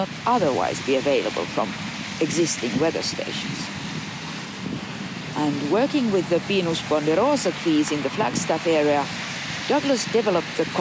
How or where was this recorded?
outdoors